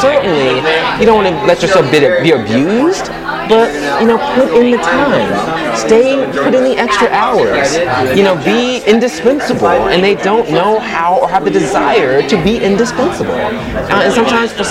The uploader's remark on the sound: This episode was recorded live at The Velvet Lounge.